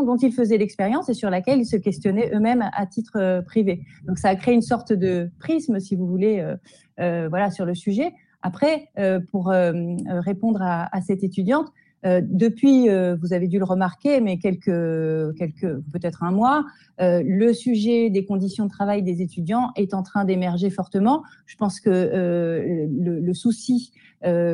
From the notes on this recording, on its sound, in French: lors d’une rencontre en visio